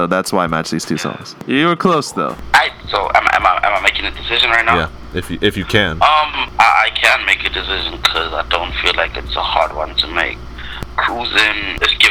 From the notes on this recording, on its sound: on over-the-phone commentary